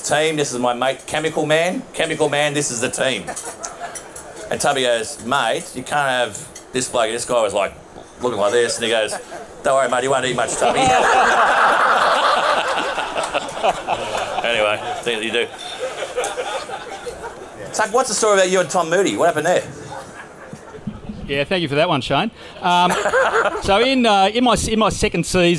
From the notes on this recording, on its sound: A recording of our recent live event. At the new Rooftop Bar in the iconic Jacksons On George.